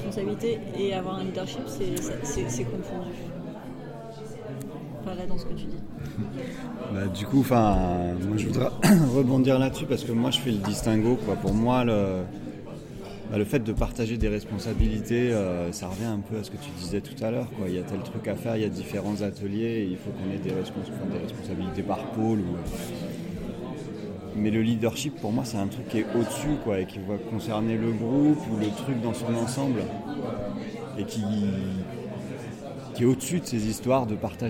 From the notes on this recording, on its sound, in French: Un second épisode enregistré pendant ces ateliers